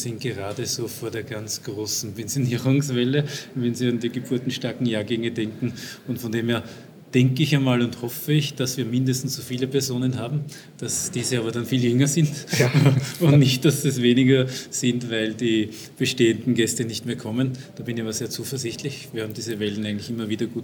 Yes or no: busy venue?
yes